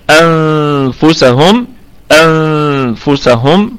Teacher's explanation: إلا أنفسهم، الهمزة طبعا محققة ابتداء ووصلا، والنون ساكنة، أتى بعدها حرف الفاء فحكمها إخفاء حقيقي